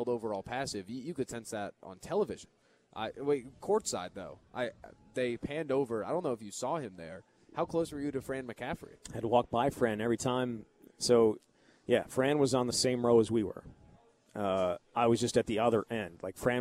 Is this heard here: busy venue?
yes